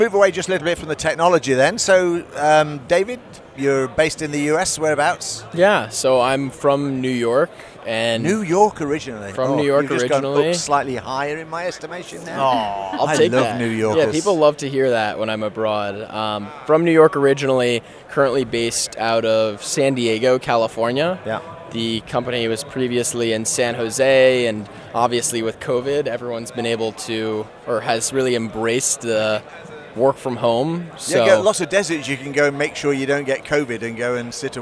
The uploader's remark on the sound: The boys are in Amsterdam at ESPC23 and bring the spectacle of M365Distilled, live from the CoreView booth! Picture this: a room buzzing with energy, the smell of fresh Stroopwafels in the air.